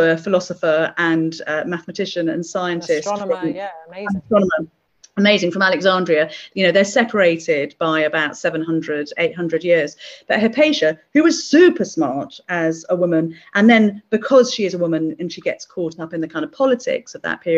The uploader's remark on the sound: This talk was recorded at the online 5x15 event in May 2021.